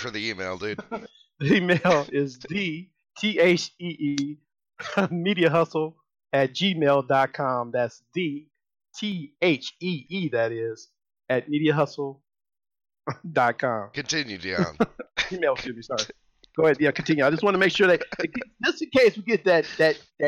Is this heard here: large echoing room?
no